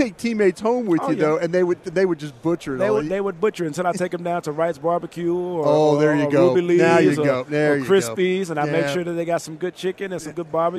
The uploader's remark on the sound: live from Super Bowl Radio Row